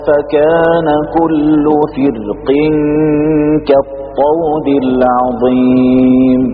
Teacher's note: الشيخ نزار قدم وجه الترقيق في فرق على وجه التفخيم. الوجه الترقيق هو المقدم أداء.